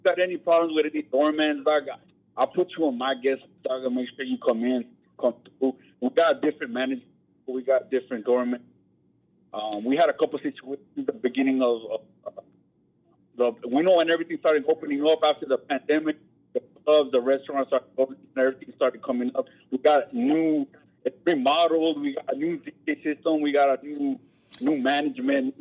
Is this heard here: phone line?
yes